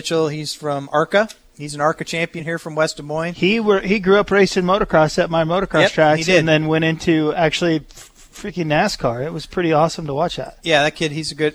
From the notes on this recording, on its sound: live from Pole Position Raceway in Grimes, Iowa